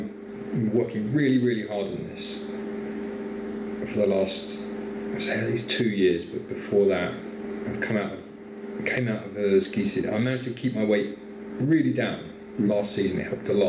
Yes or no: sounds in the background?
yes